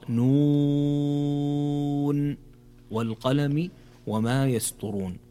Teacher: في أول كلمة في هذه الآيات في قوله تعالى نون، هنا مد لازم حرفي مخفف ويمد بمقدار 6 حركات، فتقرأ نون والقلم وما يسطرون.